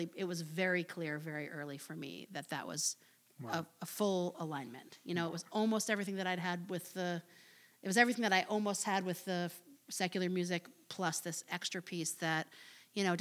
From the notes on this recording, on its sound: At TI Crosstown during her visit to Memphis. Recorded in front of a live audience.